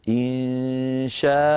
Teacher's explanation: إن أنشأناهن إنشاء، نقف عليها إنشاء، فالمد الذي قبل الهمزة متصل والذي بعد الهمزة مد عوض